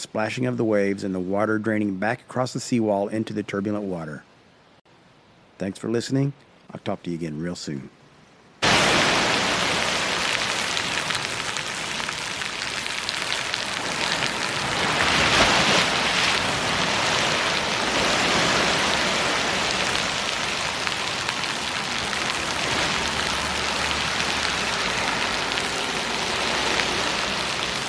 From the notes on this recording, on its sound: a field recording made on location at Red Rock Park in Lynn, Massachusetts, with the turbulent Atlantic Ocean crashing against the big concrete seawall.